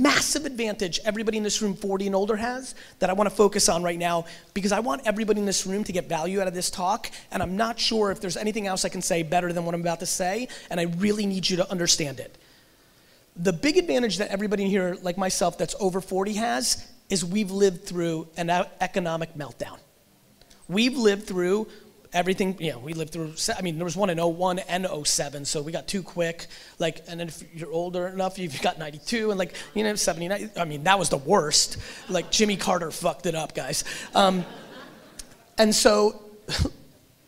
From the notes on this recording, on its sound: VidSummit 2018 Keynote. Today's episode is a throwback keynote from VidSummit 2018!